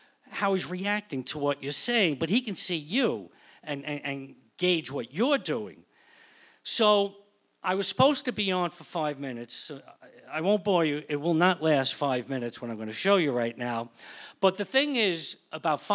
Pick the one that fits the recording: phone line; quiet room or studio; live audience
live audience